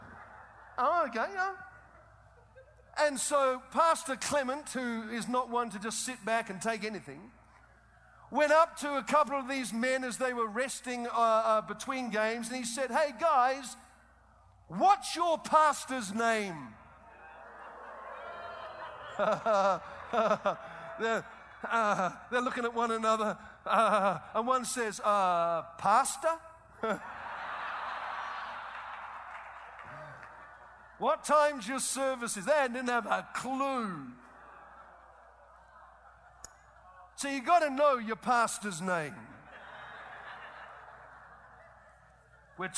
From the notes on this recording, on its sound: Preached 2009 Winter Prescott Conference.